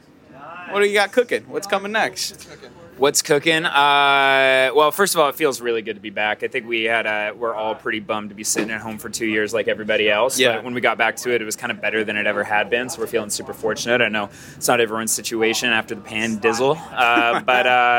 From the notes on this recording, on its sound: Live from Levitate Music Festival. Live from the 10th Anniversary of Levitate Music Festival!